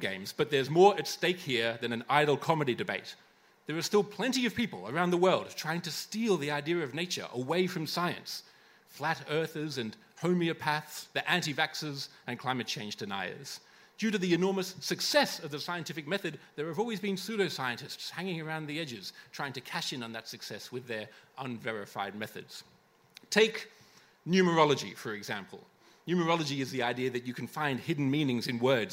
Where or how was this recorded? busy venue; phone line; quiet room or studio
busy venue